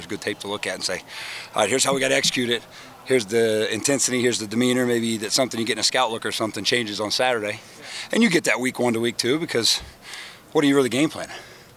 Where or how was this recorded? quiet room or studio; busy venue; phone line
busy venue